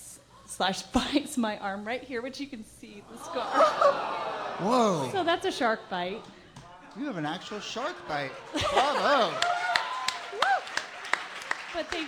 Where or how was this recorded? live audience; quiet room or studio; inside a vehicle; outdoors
live audience